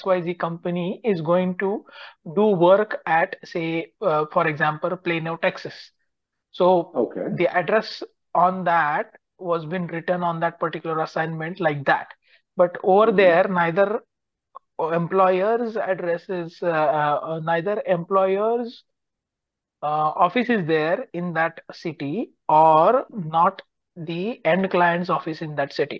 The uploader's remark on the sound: Conference Call